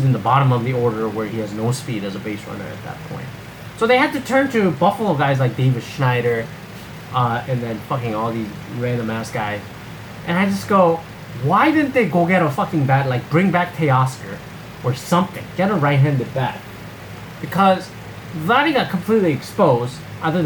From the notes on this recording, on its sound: Apologies for the audio this episode, too lazy to re-record with my Yeti.